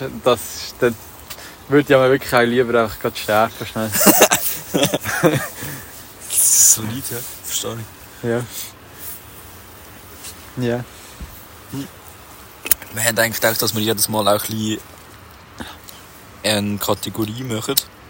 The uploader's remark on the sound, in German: Live aus der Anflugschneise